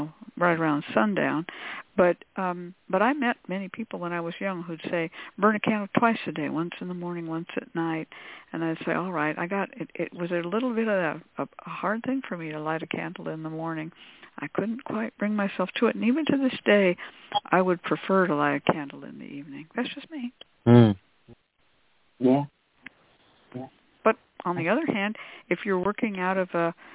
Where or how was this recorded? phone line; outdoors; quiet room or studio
phone line